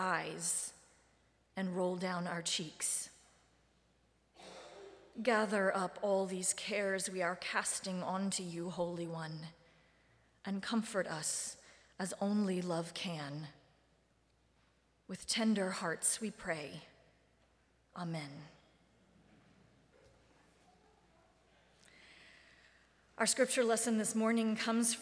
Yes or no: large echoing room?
yes